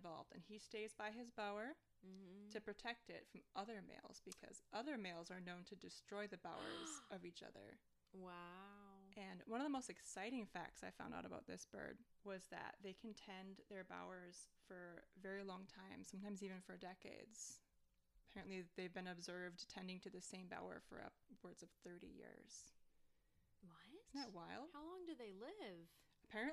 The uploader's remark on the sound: The audio for this episode is lower than usual.